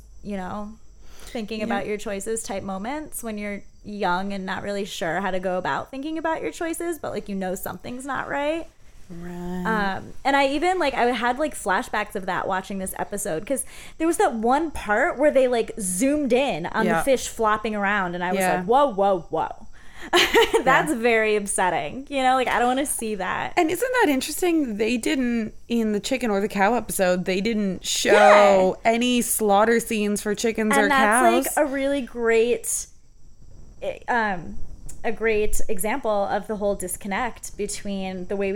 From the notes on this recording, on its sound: The real live neighborhood crickets in the background.